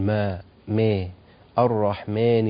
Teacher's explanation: قوله الرحمن الرحيم سبق علقنا عليها، طبعا ناخد بالنا من ترقيق الراء لأن البعض بيرقق الراء، هي الراء طبعا مفخمة هنا بالإجماع، تبقى الرحمن الرح، انظر الحاء البعض بيقطع الصوت عند الحاء يعني يقول الرحمن، وهذا غير صحيح. الحاء من حروف الرخاوة فيجب أن يستمر معها الصوت بلا انقطاع